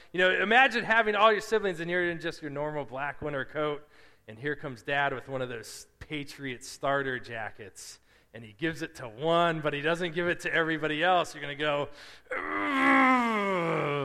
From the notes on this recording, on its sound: Preached at Restoration Road Church.